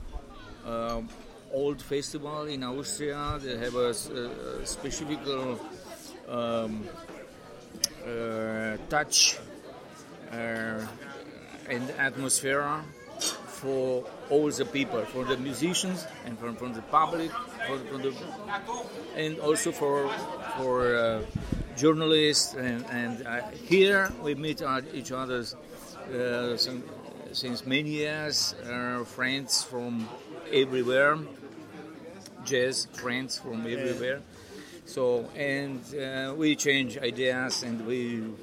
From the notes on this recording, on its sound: Recorded at Inntöne Festival, 14 August 2020